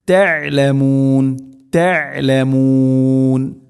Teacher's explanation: വഅൻതും തഅലമൂൻ ത ഐന് തൊണ്ടയുടെ മധ്യഭാഗം ഐനും ഹാവുമാണ് തൊണ്ടയുടെ മധ്യഭാഗം മഖ്റജുള്ളത്. അപ്പോൾ തഅലമൂൻ തഅലമൂൻ ഇങ്ങനെ ഓതണം.